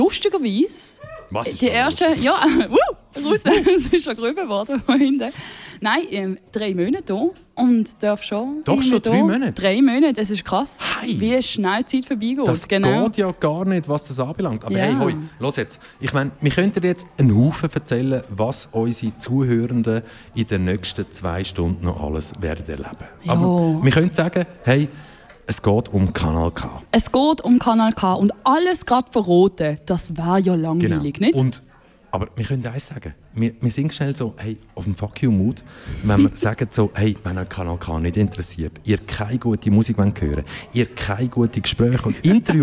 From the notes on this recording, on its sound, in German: Live von der Jahresversammlung. Kanal K.